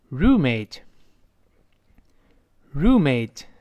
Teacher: 这个字母 R，勾舌，后面发长音呜。 roo，roommate，这么一个声音啊。好，我们再听一下这句话，他说，Sal，how is your newroommate？好，他说，哎，你的那新室友儿怎么样啊？哎，跟姐们儿说说，怎么样？哎，然后第二个女孩就说了，嘿，这人呐，真让我恶心。他说， She really turns meoff。这个，当然这个，她不要读谁，是 she, she,sh，再发长音， shereally，咱们多次说过。